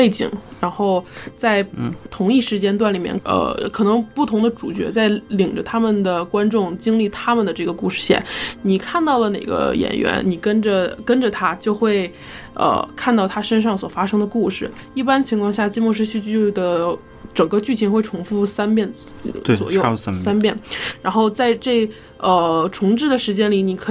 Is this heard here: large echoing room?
no